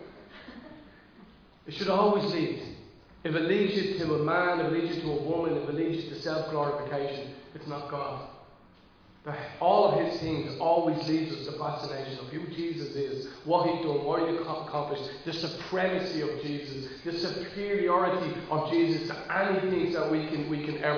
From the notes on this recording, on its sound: Recorded live in Liberty Church on 19 June 2022.